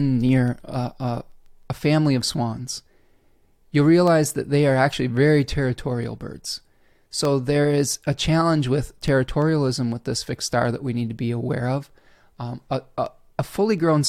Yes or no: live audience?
no